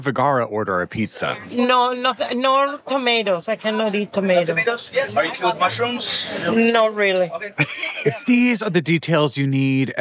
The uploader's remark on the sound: Live at Glastonbury '22. Live* with an audience at the Glastonbury festival 2022. A can or two of lager may have been supped at the Crow’s Nest stage...